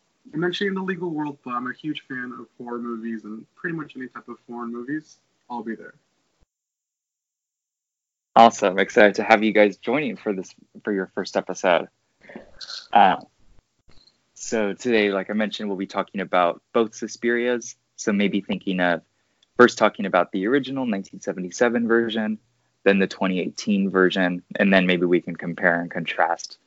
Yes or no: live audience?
no